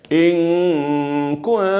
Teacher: النون تختفي في حضرة الكاف، النون أيضا تختفي هنا في حضرة التاء · Term: الإخفاء